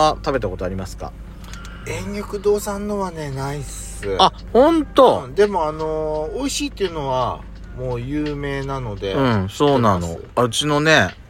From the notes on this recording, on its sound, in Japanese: From Radiotalk。2人組。パーキング収録。